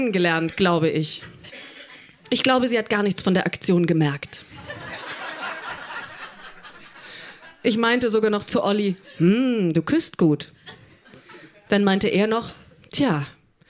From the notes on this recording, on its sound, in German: Im Monarch, Berlin. Texte von gestern“-Liveshow. Unser tolles Publikum.